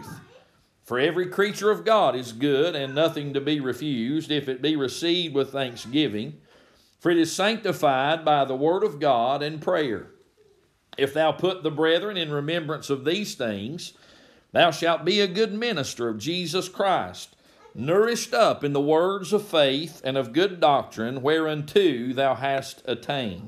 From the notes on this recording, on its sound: May this recorded sermon be a blessing to you.